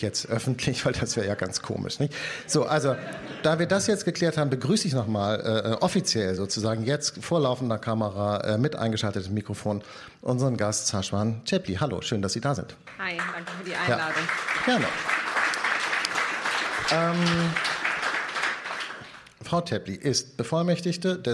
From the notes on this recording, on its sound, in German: Das Gespräch wurde im Rahmen des radioeins und Freitag Salon am 20. Mai 2019 in der Berliner Volksbühne aufgezeichnet.